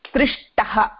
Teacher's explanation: मूर्धन्य शकारः, मूर्धन्य टकारः, महाप्राणटकारः. यतोहि तत्र इकारस्य प्रभावेन सकारस्य स्थाने षकारः भवति